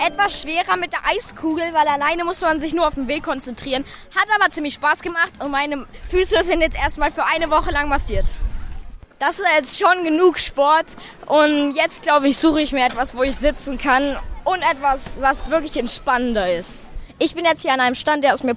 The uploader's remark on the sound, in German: Eine Entdeckungstour auf dem KiKS-Festival